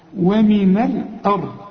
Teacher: الراء والضاد هما الحروف المفخمة